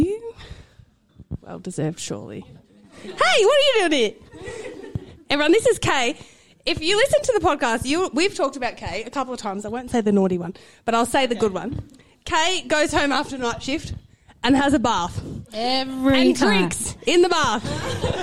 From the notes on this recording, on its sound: LIVE Episode. Shits & Gigs 2 was recorded in front of a live audience. Big thank you to super fans who came along to support our LIVE recording and gave us a cheeky helping answer here and there.